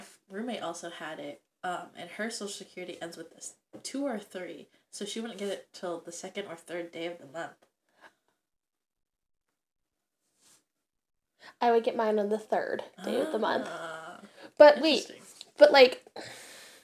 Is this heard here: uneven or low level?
yes